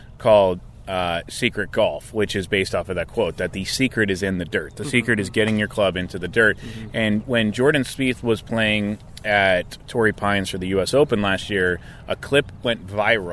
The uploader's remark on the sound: Live from Lake Forest GC! Their 9-hole Mustache Match live from Lake Forest GC.